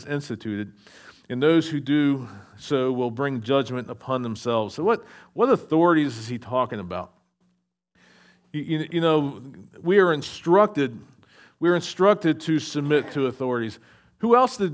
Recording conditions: large echoing room